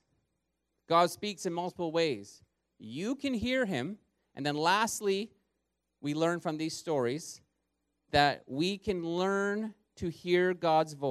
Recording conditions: large echoing room